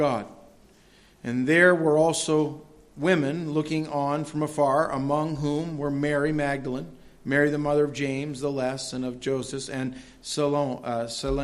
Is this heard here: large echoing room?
yes